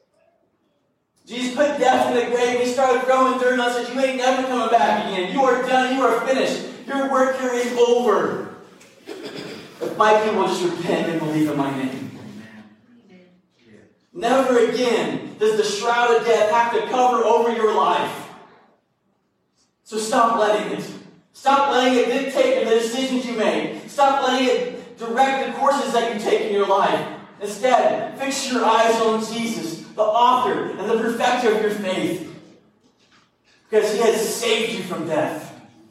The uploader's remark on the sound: This sermon was recorded live at Greensburg Church of the Nazarene in Greensburg, KY.